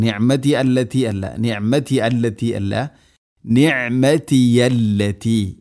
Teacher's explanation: ഐൻ തൊണ്ടയുടെ മധ്യഭാഗമാണ് മഖ്റജ്. പ്രത്യേകം ശ്രദ്ധിക്കേണ്ടത് നിഅമതി അല്ലതി യാ എന്നതിനെ ഹംസയാക്കി ഉച്ചരിക്കരുത്.